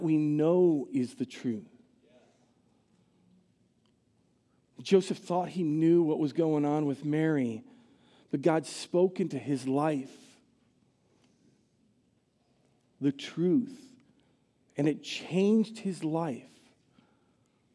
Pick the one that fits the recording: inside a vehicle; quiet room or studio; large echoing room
large echoing room